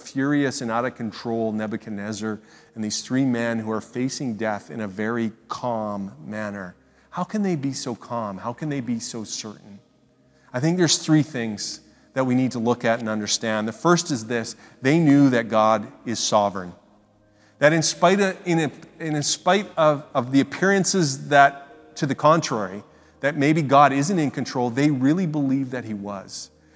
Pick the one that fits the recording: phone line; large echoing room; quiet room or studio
large echoing room